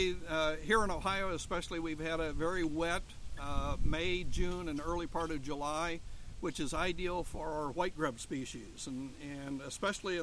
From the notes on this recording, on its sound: Live at the OTF/OSU Turfgrass Research Field Day